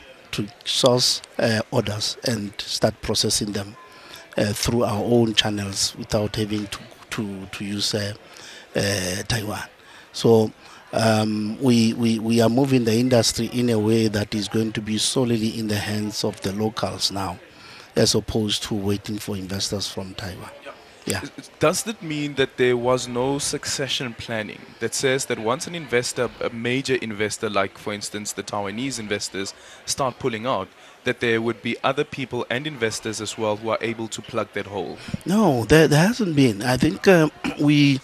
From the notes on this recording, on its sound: We continue with our live coverage of the AGOA Forum.